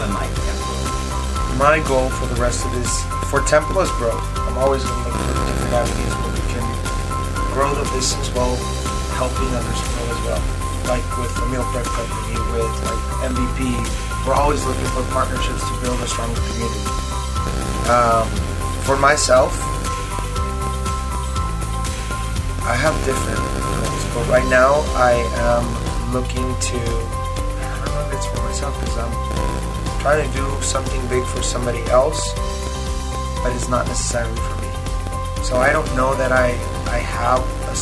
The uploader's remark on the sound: Unedited. Sorry for buzzing noise!